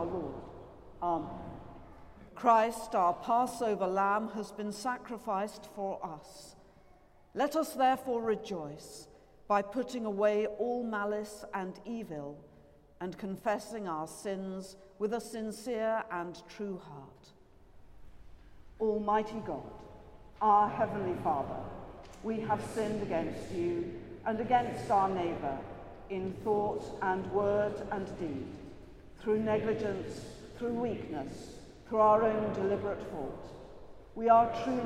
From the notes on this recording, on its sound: Has been collated from archive live music recordings together with prayers, sermon and readings for the appointed day specially recorded in church and in people's homes.